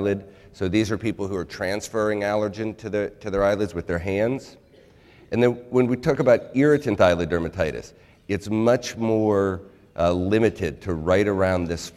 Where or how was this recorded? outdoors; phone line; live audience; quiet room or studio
live audience